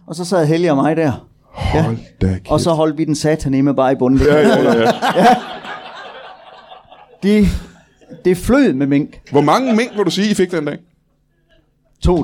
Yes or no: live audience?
yes